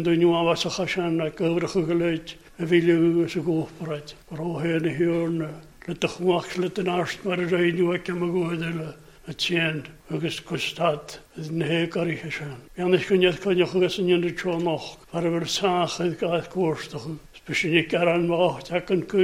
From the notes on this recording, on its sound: Gaelic Service recorded at North Harris Free Church on the evening of Sunday 27th February 2022